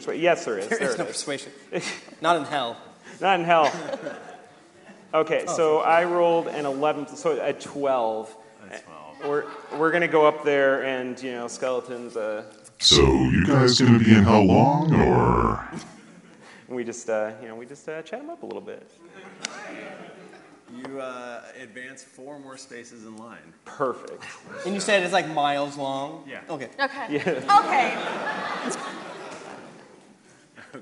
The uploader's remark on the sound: GeeklyCon 2019 Live Show. Here you can listen to the audio version of our live show.